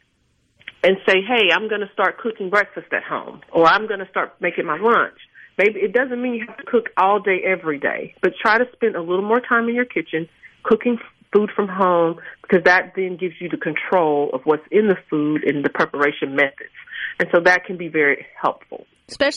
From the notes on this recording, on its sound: joins the conversation by phone